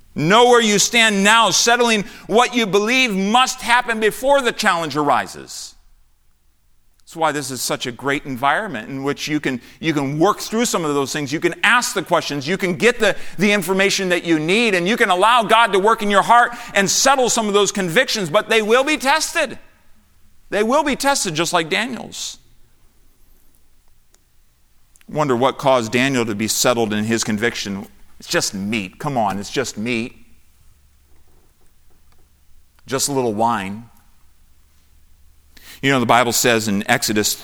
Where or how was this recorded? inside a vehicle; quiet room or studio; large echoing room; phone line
large echoing room